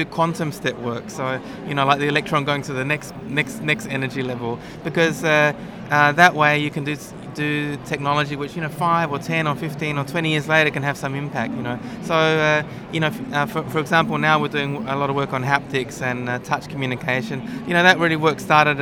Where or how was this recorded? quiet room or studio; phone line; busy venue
busy venue